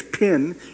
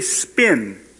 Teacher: We had aspirated stops versus unaspirated stops